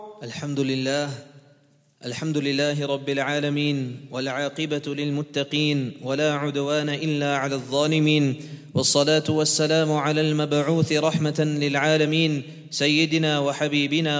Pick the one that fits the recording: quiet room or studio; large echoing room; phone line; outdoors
large echoing room